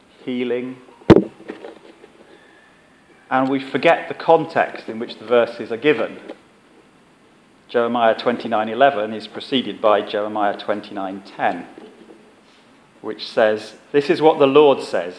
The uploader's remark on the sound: Our sermon from the 11am service on Sunday 25th September 2016